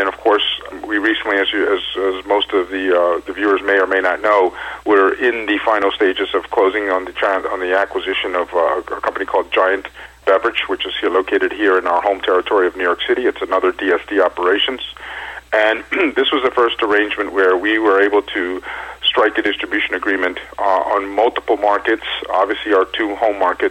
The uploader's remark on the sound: called in to SmallCapVoice.